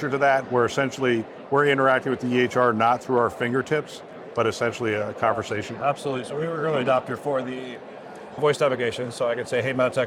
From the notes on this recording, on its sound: HIMSS '23. An Interview in Action live from HIMSS 2023.